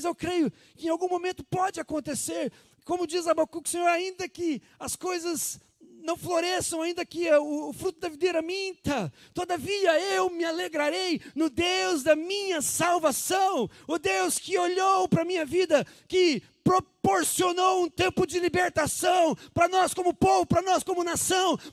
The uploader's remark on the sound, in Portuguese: Culto de Páscoa, dia 12/04/2020 na Igreja ABA Curitiba (Transmitido ao vivo)